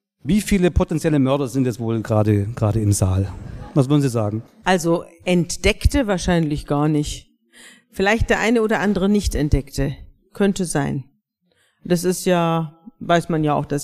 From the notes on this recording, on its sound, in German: Diese Folge ist ein Mitschnitt der Live-Veranstaltung.